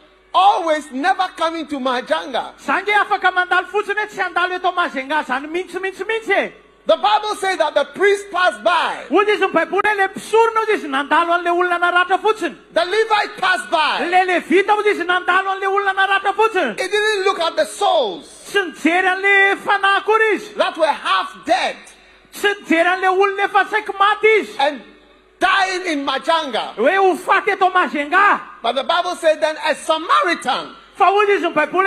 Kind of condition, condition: setting, live audience